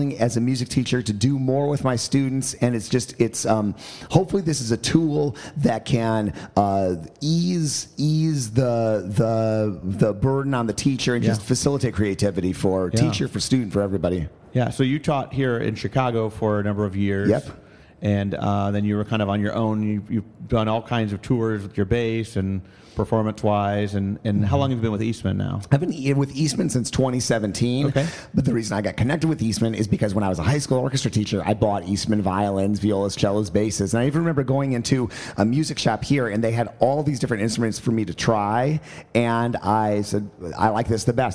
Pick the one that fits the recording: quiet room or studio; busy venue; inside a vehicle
busy venue